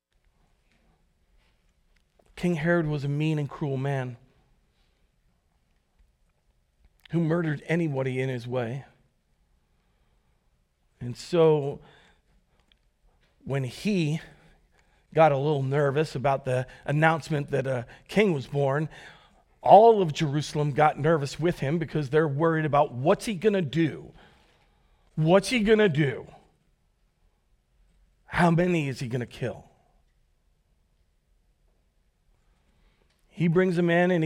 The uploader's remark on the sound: Recorded live at Word of Life Church in Le Sueur, Minnesota, on December 31, 2023